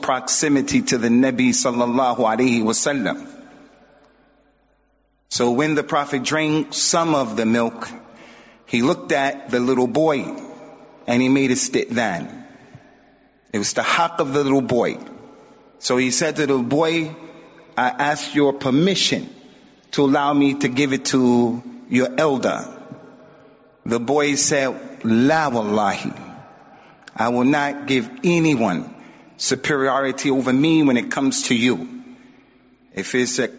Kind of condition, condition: setting, large echoing room